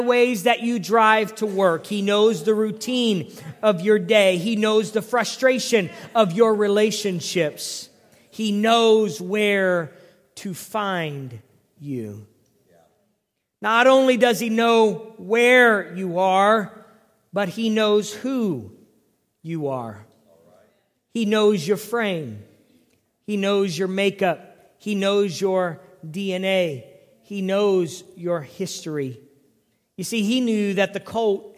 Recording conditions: large echoing room